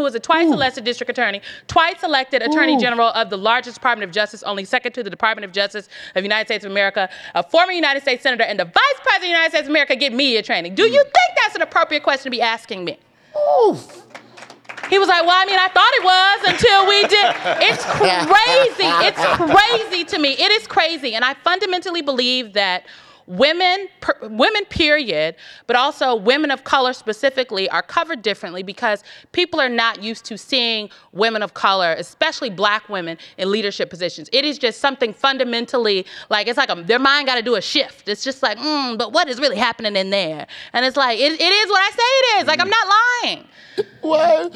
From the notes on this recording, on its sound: Beyond the Scenes LIVE at SXSW. In this live edition of Beyond the Scenes from South By Southwest in Austin, Texas.